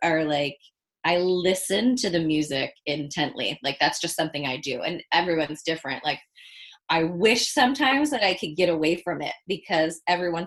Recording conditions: video call